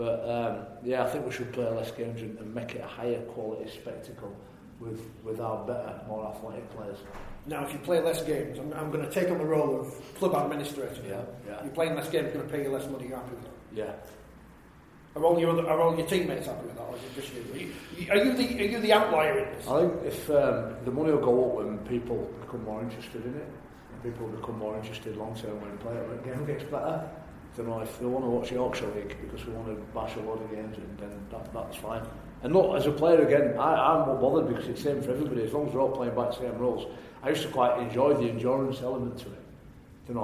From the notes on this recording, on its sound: LIVE in Leeds. Kicking off our tour as part of the Rugby League World Cup Cultural Festival, we were live in front of an audience at Leeds Central Library.